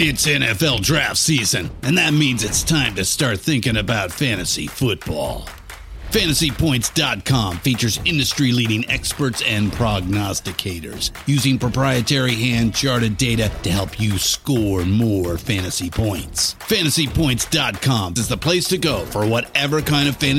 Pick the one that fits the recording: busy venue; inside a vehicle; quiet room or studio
busy venue